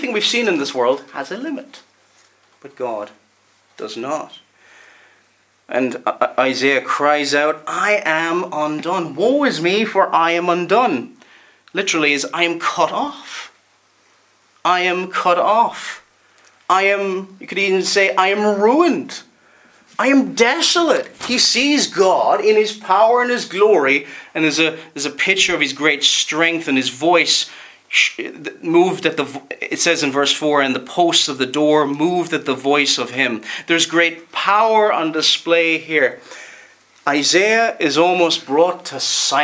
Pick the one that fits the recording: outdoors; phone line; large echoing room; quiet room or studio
large echoing room